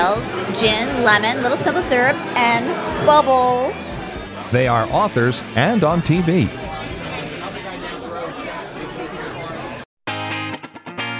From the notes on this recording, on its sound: The KYW Beer and Booze Broz go to Spring Mountain for the Holiday Hops Craft Beer Festival to meet a few brewers and recruit some new bros!